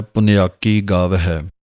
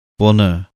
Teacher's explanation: ਪੁੰਨਿਆ ਕੀ ਵੱਖਰਾ ਵੱਖਰਾ ਨਹੀਂ ਕਰਨਾ ਹੈ। ਪੱਪੇ ਦੇ ਔਂਕੜ ਉੱਤੇ ਟਿੱਪੀ ਦਾ ਵੀ ਧਿਆਨ ਰੱਖਣਾ ਹੈ, ਆਵਾਜ਼ ਨੱਕ 'ਚ ਦੇਣੀ ਹੈ · Shown in: first take · । ਪੁੰਨਿਆਕੀ ਗਾਵ ਹੈ, ਇੱਥੇ ਵਿਸਰਾਮ ਹੈ।